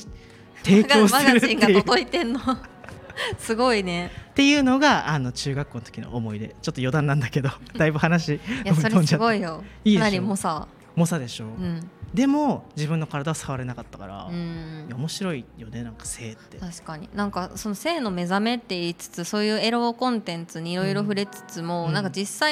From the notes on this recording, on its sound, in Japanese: SELF LOVE FES での公開収録です。ラフォーレ原宿で行われる セルフラブをキーワードにしたイベント「SELF LOVE FES（セルフラブフェス）」 にセクシャルウェルネスブランドmahoroが出展しました。